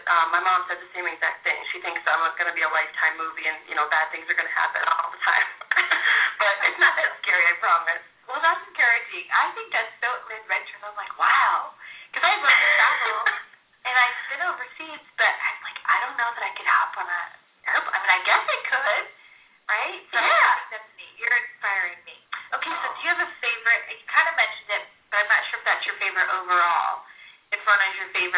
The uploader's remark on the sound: Calls in from Florida. From sunny southern California and we air a prerecorded interview. Calling in from Italy.